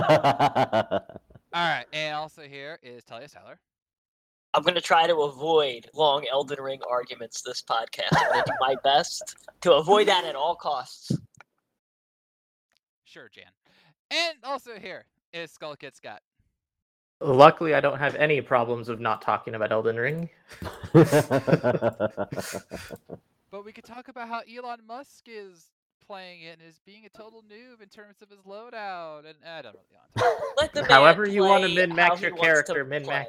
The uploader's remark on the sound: Despite MORE technical difficulties with sound, they're going to push on!